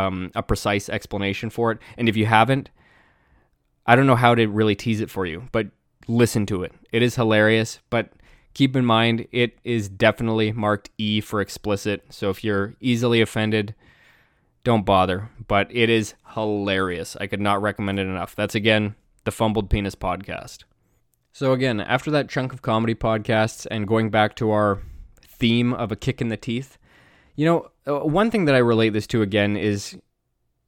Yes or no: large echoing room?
no